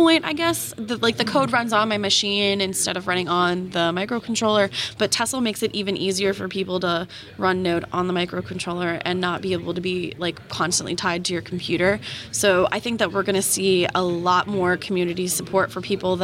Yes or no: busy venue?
yes